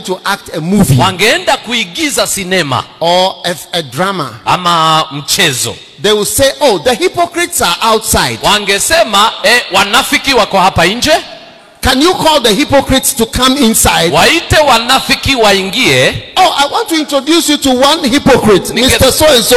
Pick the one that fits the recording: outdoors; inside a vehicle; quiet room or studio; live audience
live audience